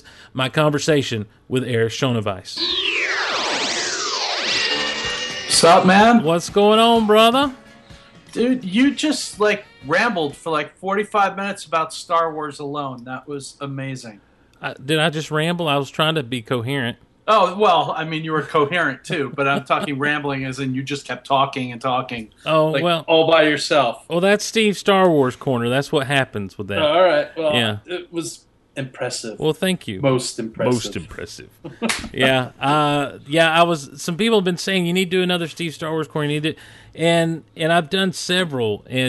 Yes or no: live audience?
no